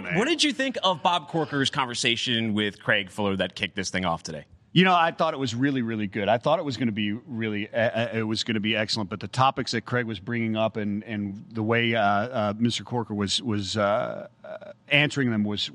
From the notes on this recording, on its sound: coming to you live from Global Supply Chain Week’s maritime sessions